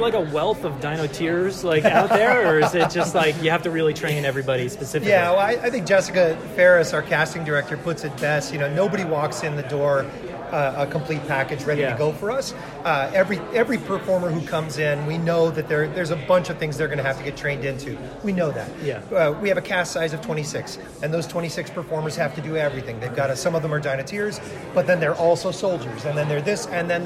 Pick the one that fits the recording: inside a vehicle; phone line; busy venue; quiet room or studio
busy venue